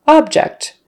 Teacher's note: The noun is object, with a stress on the first syllable, object. You can see from the IPA transcription here that some people say object, and some people say object.